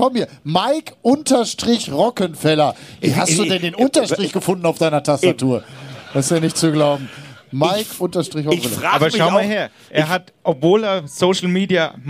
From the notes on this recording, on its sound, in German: Live vom Lausitzring. Live auf der Schaeffler-Bühne am Lausitzring. Die Folge wurde vor Publikum aufgezeichnet.